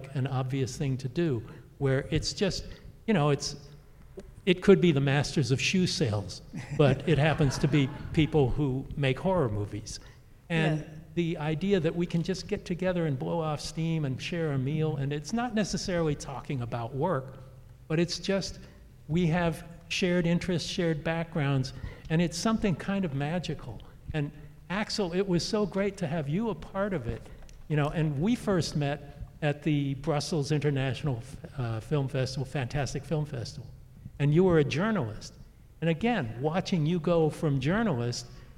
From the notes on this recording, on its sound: Taking place LIVE from the historic Egyptian Theatre Hollywood. LIVE from The Egyptian Theatre Hollywood. For an unforgettable night with a packed audience.